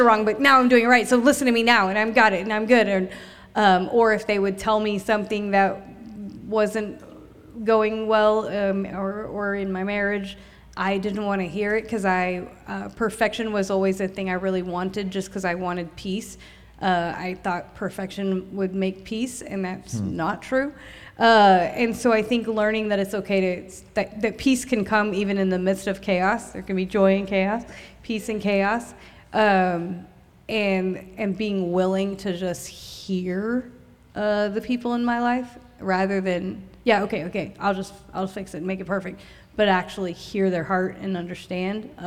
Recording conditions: live audience